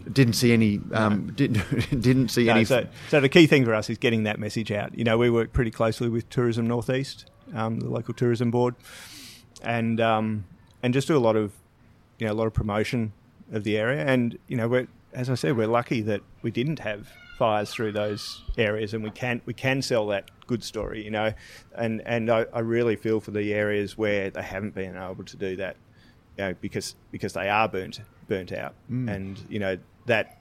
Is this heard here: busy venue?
yes